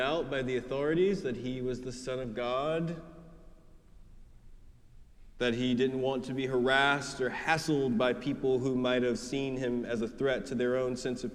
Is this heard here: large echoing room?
yes